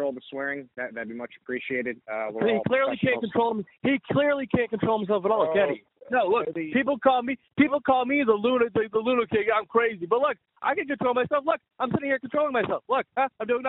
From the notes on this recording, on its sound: Media Teleconference Interview.